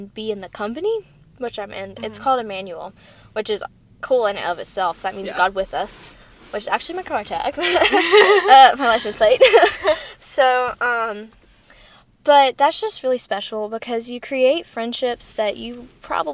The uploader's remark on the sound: live from a Starbucks parking lot!